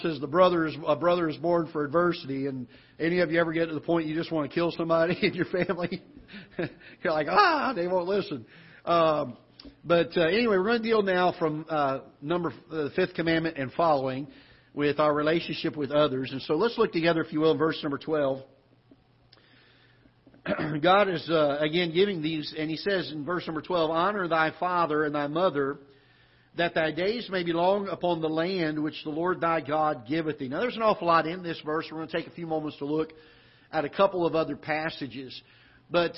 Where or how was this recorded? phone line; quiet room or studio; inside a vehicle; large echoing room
large echoing room